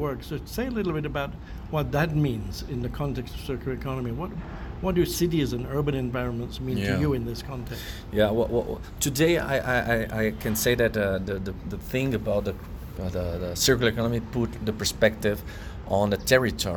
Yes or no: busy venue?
yes